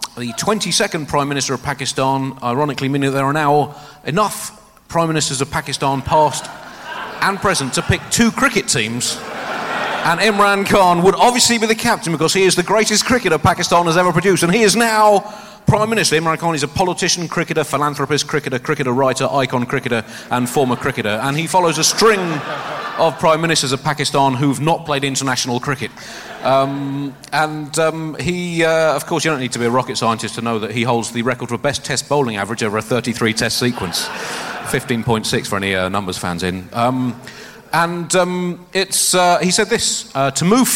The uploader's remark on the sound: Recorded 'live' in Edinburgh.